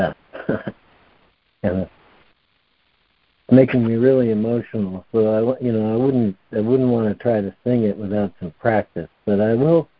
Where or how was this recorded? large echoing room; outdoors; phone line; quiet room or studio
phone line